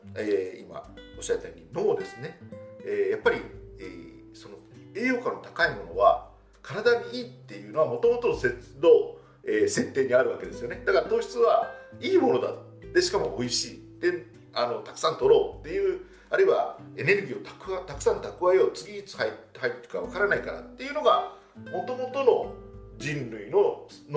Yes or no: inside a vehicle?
no